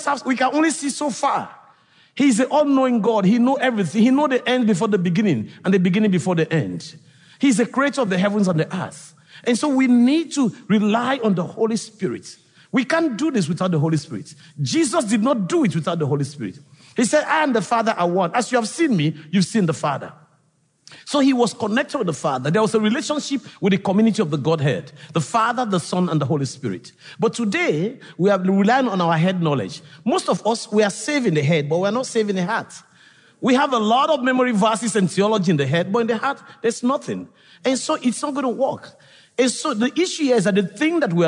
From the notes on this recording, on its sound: This episode is from The Bonhoeffer Project, recorded at the National Disciple Making Forum.